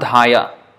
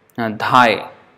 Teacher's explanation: So jihvar lalase jay iti uti dhai, so it's not dhaya, it's not dhaya, dhai. So the last A is not pronounced. · Shown in: second take